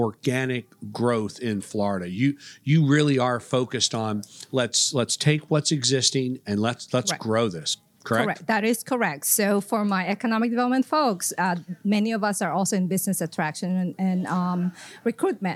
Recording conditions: busy venue